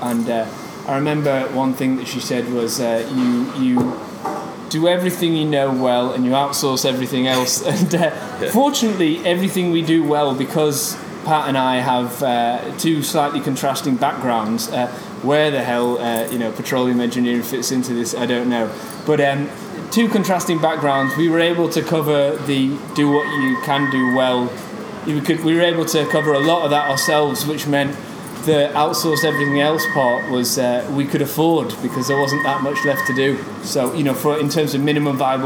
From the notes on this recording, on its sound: was in Belfast at the Digital DNA conference